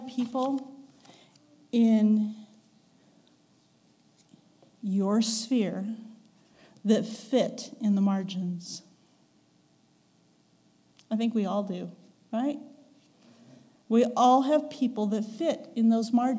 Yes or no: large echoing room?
yes